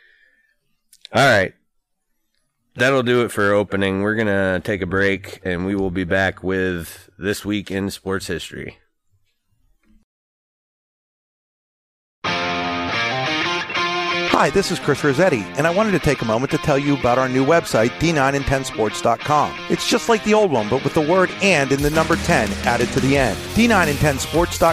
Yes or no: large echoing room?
no